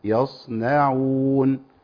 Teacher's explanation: الصاد طبعا حرف استعلاء فيفخم · اول ما خلص الصاد على طول انتقل للنون المرققه بهيئه مختلفه شويه